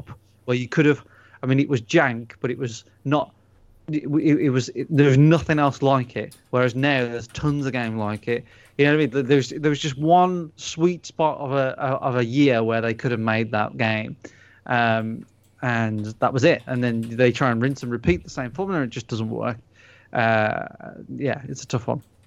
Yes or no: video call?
no